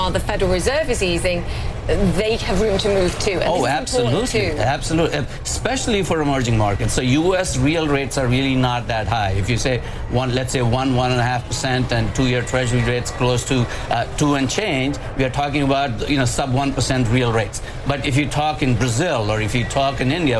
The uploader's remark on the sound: live from the New York Stock Exchange